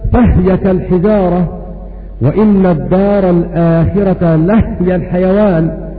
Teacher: فإذا وقعت كلمة هو أو كلمة هي بعد الواو أو الفاء أو اللام فإن الهاء تسكن